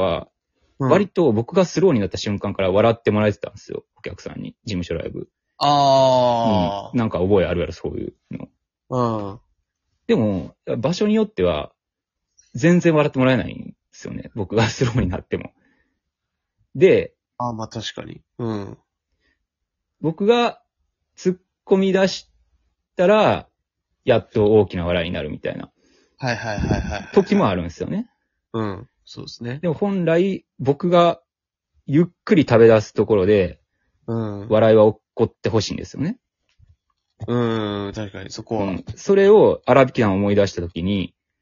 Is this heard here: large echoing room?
no